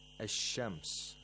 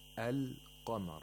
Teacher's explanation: the lam is not pronounced whenever a sun letter comes after alif lam · Shown in: first take